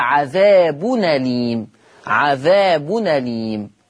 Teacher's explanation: هشيل الهمزة وهاخد الفتحة أحطها على النون، فتبقى عذاب أليم، عذاب أليم.